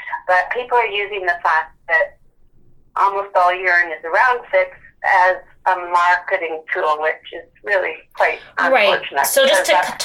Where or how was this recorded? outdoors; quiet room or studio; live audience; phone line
phone line